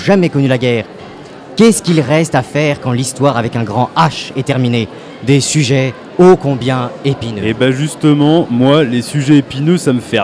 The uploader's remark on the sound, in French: Toute cette semaine, nous plantons nos micros dans le hall du Centre des Congrès pour suivre au plus près le festival Premiers Plans. Radio Campus Angers.